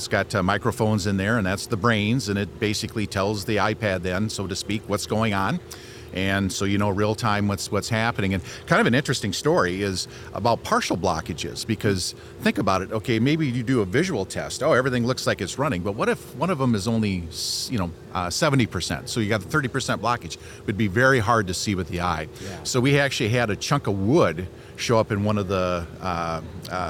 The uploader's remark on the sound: The show is still coming live from the Trade Show floor at Commodity Classic '22.